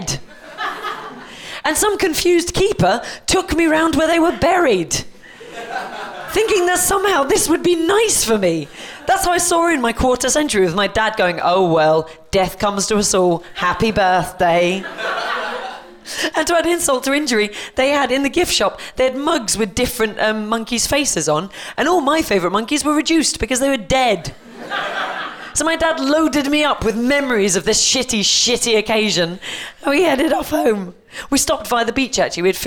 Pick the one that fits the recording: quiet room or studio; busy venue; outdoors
busy venue